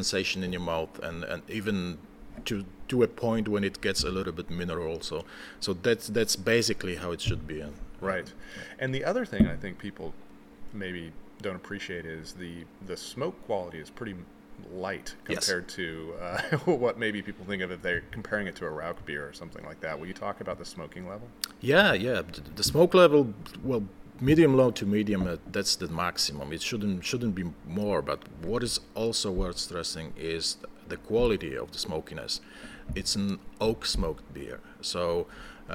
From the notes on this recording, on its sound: At this year’s Central European Brewers Festival. Gave a presentation on the briefly extinct style of Grodziskie. Later sat down to discuss this fascinating style.